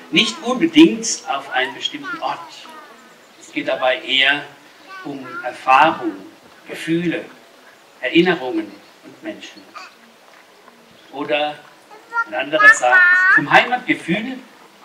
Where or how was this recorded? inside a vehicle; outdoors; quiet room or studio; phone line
outdoors